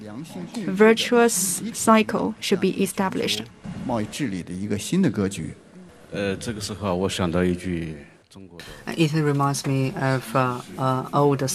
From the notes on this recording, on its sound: At the Sixth Hongqiao International Economic Forum, we host a panel